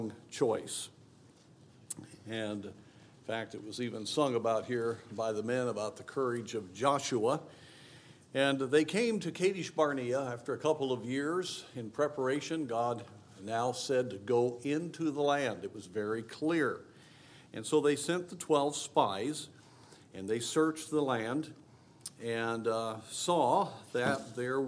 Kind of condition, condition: setting, large echoing room